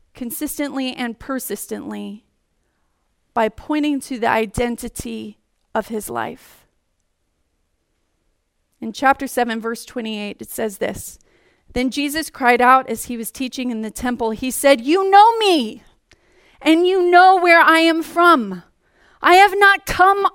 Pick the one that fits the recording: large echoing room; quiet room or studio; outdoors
large echoing room